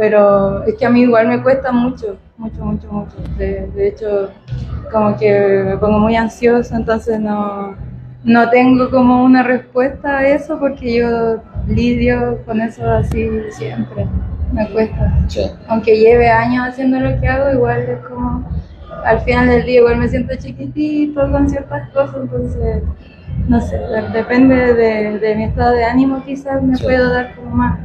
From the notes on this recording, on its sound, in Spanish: en el Festival Rayón 2023 desde House Of Vans CDMX